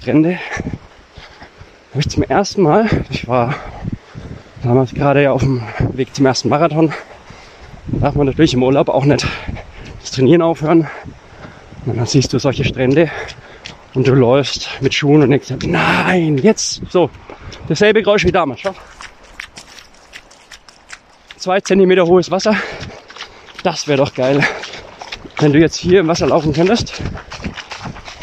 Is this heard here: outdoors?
yes